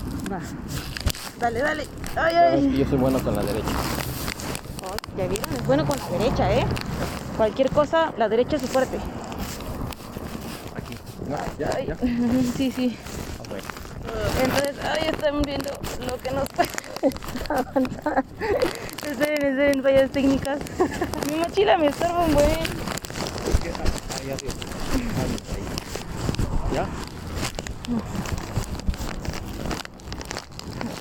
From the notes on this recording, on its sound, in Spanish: Disculpen por el ruido pero íbamos en el criollito móvil y apenas y podíamos mantener el equilibrio